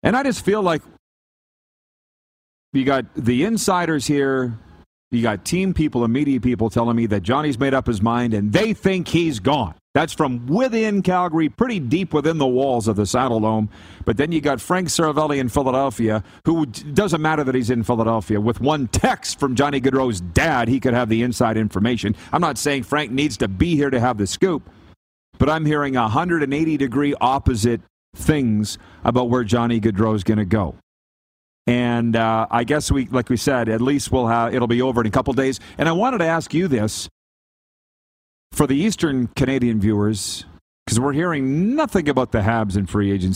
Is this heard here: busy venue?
yes